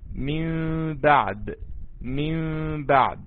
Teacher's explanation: النون الساكنة والتنوين بتقلب ميم ساكنة وتخفى مع الباء · Term: الإقلاب